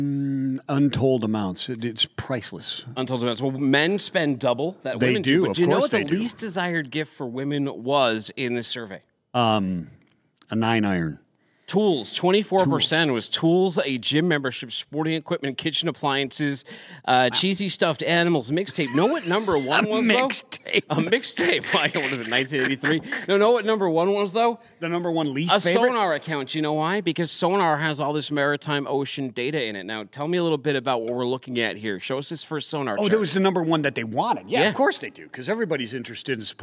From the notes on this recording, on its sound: coming to you live from day one of Global Supply Chain Week